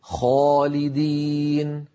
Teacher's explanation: الخاء مفخمة وبالتالي كانت الألف التي بعدها مفخمة، خاء خالدين، ولا نقول خالدين.